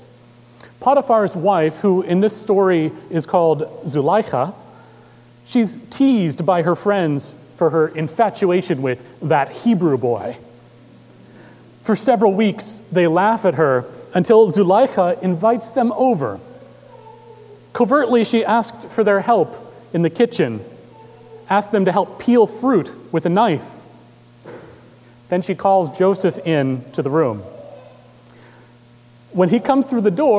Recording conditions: large echoing room